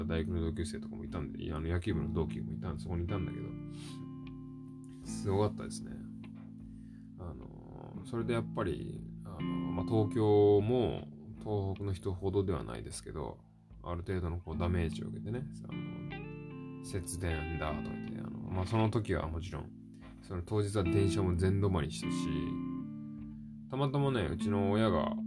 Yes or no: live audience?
no